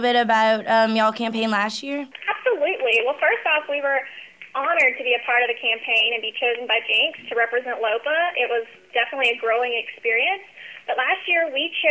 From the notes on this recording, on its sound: Past students also call in.